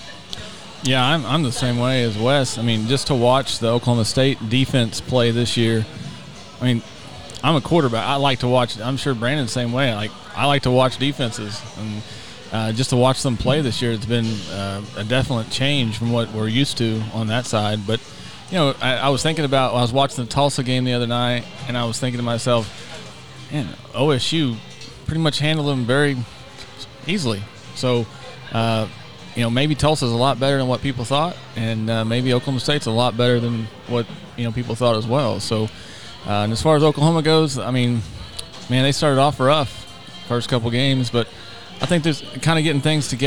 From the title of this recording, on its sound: Live at Clark Crew BBQ